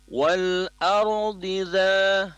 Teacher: ra-nya tebal karena ra sukun diawali huruf berharokat fathah itu tebal. Dhad kasrahnya dilafazkan tebal.